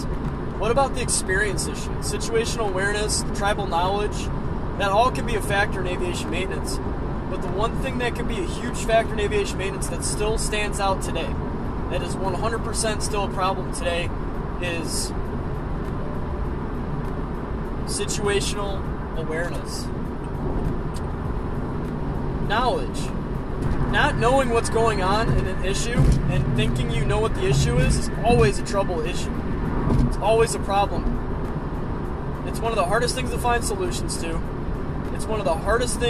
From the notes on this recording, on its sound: Just a little rant from my car on my way home from work!